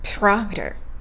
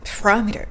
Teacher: メタみたいな感じで、まあ、母音はほとんど聞こえないです · Shown in: second take